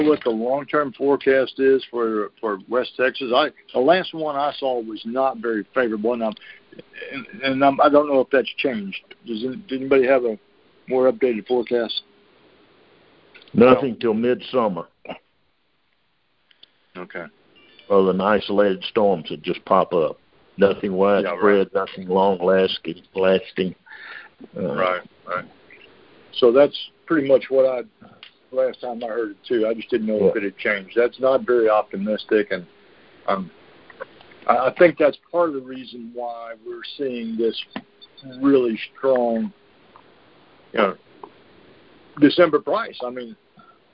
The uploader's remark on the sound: Monthly Conference Call